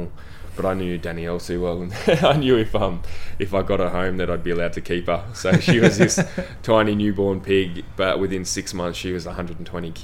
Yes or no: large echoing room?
no